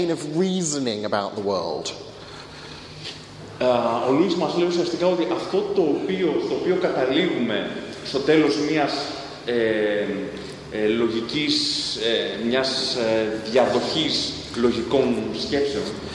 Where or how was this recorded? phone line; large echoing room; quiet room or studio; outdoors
large echoing room